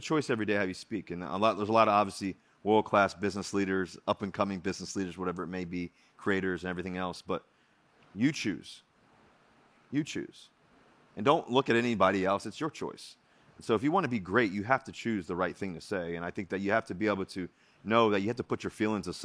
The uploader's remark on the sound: Upfront Summit 2022. Recorded March 2, 2022 at the Upfront Summit.